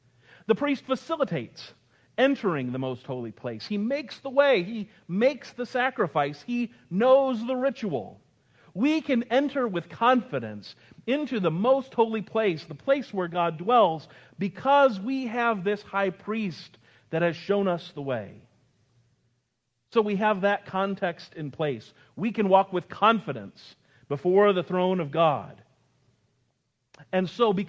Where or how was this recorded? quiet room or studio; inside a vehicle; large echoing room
large echoing room